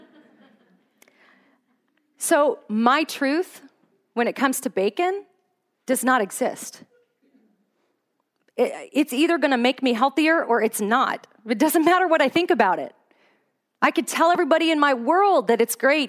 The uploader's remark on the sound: Today's podcast is an audio recording of a talk I gave at a women's conference in Fairbanks, Alaska.